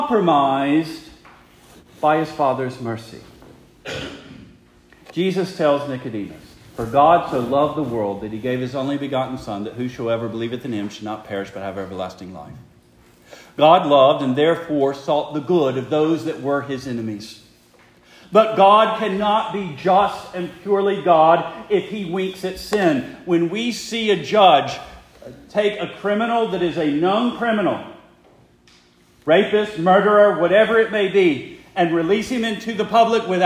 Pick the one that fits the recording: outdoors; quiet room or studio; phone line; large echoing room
large echoing room